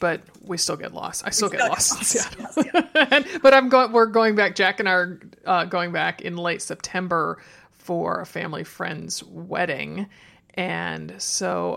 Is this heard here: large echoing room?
no